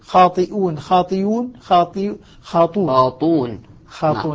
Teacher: حذفت الهمزة الهمزة حذفت لكن تحولت الكسرة التي قبلها تحولت الكسرة إلى ضمة لتناسب الواو